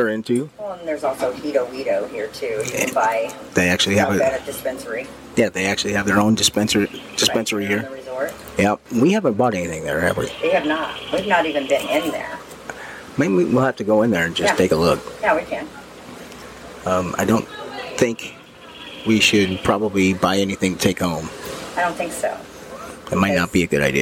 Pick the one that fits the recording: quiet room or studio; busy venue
busy venue